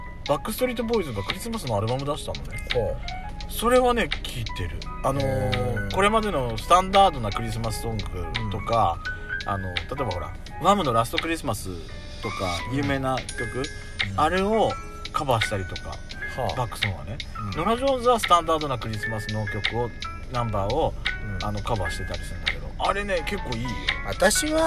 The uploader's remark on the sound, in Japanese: パーキング収録